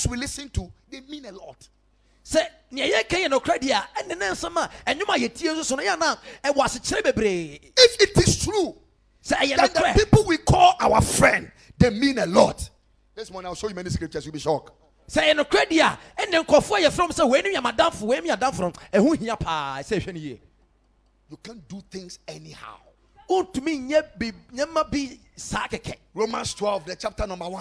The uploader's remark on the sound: Preached at Ekklesia Chapel